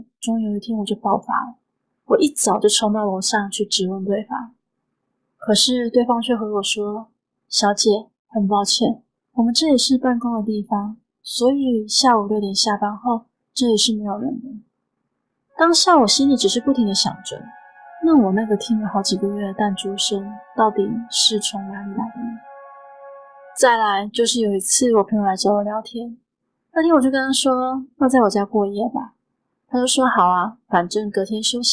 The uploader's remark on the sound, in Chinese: 音檔從Youtube影片轉來。會有音質上的不足。